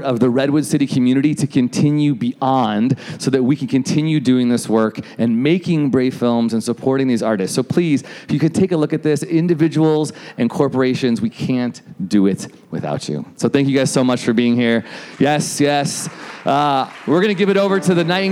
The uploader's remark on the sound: Our first ever PODCAST recorded LIVE WITH AN AUDIENCE. At BOX in Redwood City, Ca.